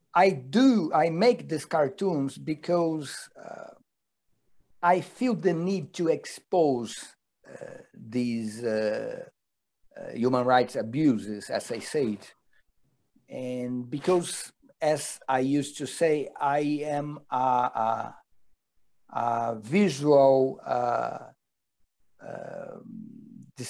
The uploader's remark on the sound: This event was held via Zoom